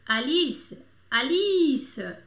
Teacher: Pode ver a sílaba tônica no i, né?